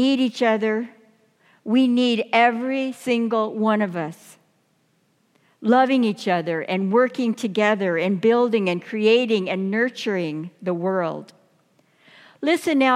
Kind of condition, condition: setting, large echoing room